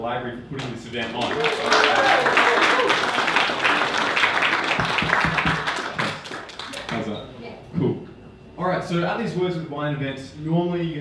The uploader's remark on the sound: Book Launch Party. Today's episode features the audio recording from my latest book launch.